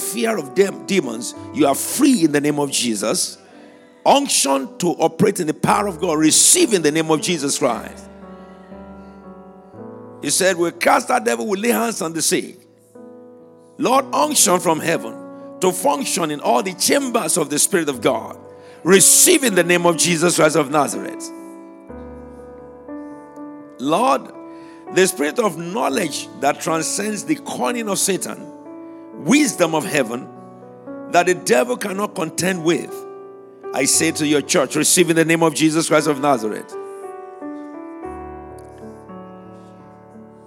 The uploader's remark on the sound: Prophetic Prayers during Harvestime Church Anniversary Conference, January 2024.